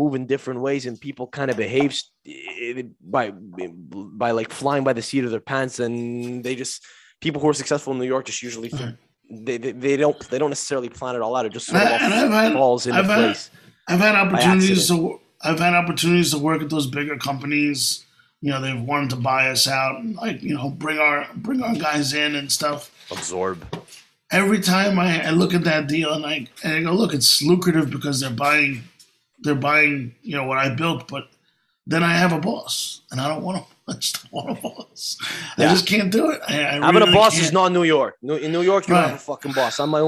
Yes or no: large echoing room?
no